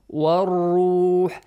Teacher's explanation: When it has a heavy sound, it is much closer to the R sound in English.